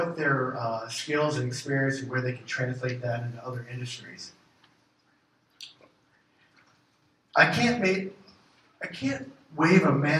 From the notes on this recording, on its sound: gives the keynote talk at the January State of the CAT meeting